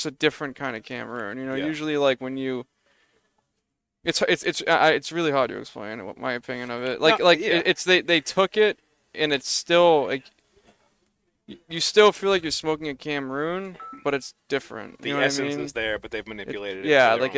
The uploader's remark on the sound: Recorded live from the 7-20-4 Lounge!